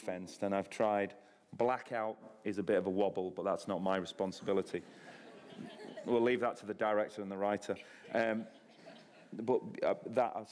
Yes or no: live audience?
yes